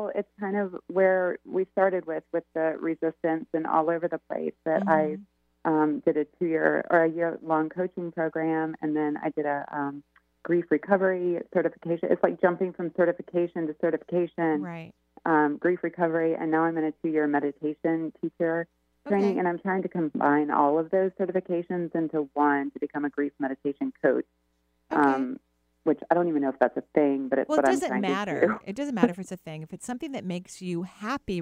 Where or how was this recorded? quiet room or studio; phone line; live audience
phone line